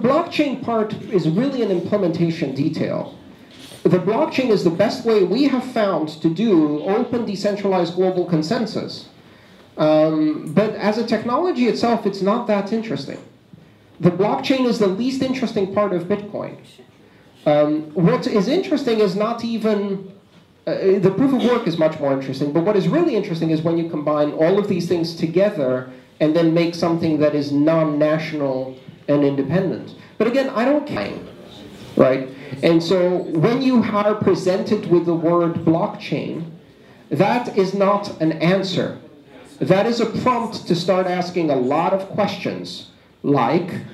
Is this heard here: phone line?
no